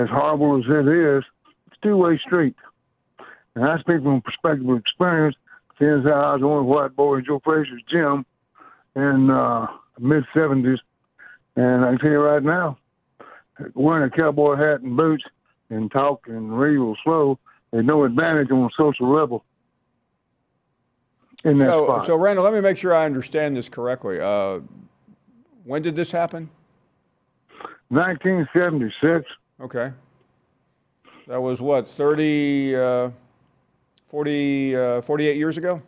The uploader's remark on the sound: Of course we take more of your phone calls.